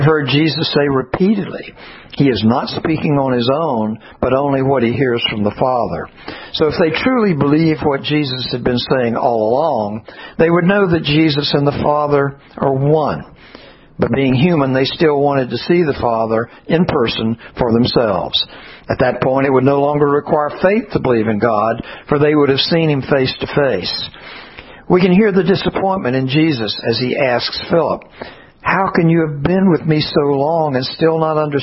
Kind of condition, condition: setting, large echoing room